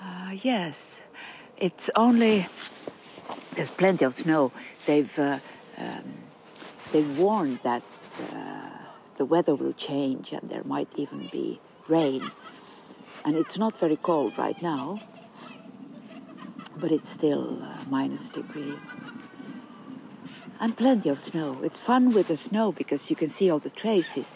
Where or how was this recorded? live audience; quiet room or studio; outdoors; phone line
outdoors